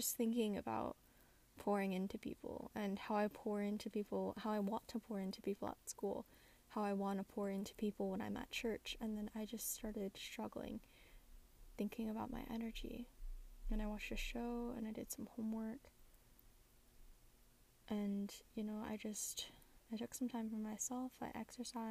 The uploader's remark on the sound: An unedited episode today; bit of background noise but a raw conversation.